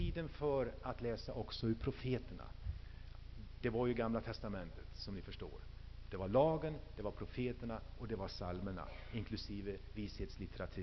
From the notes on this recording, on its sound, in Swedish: Inspelad i H&#246;n&#246; Missionsf&#246;rsamling